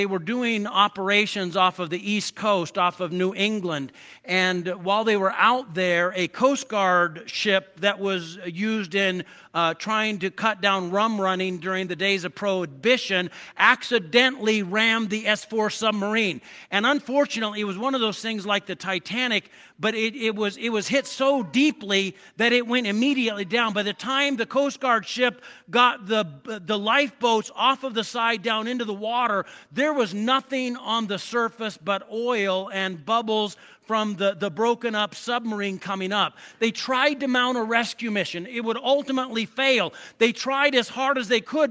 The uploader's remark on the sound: I preached this sermon at Twin Falls Church Of The Nazarene